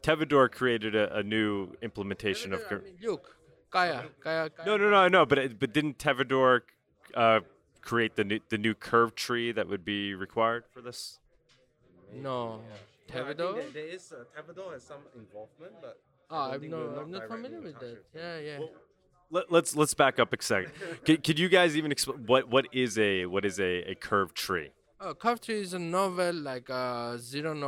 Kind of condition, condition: setting, busy venue